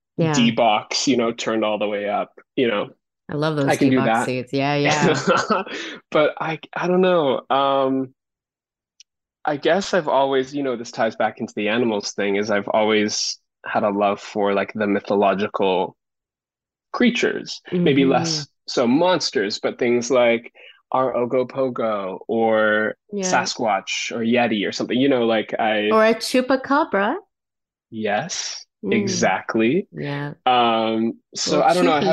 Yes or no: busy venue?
no